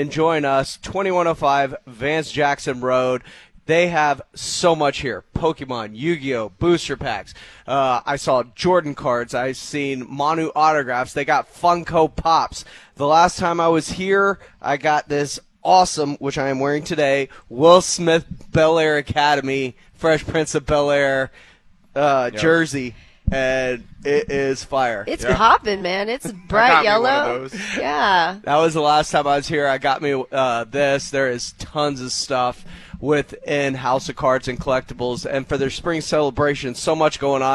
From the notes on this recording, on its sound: live from the House of Cards